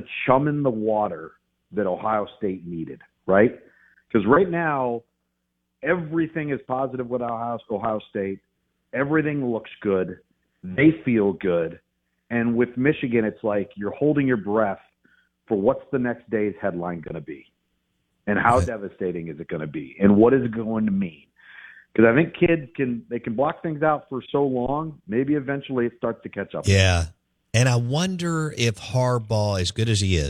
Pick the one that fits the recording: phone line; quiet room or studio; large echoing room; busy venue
phone line